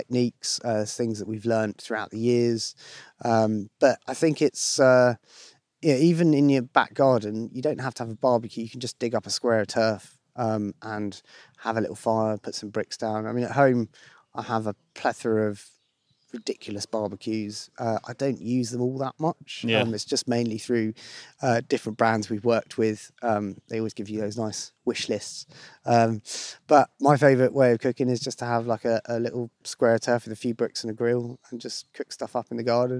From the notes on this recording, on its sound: spends a day in the East Sussex countryside